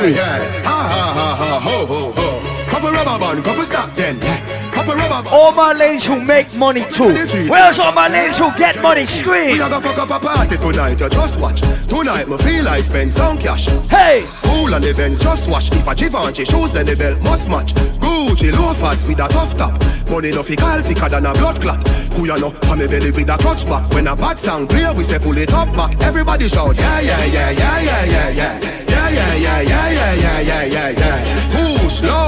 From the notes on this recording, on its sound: LIVE AT ISLAND SATURDAYS. Live party audio featuring 100% Dancehall, Reggae and Soca.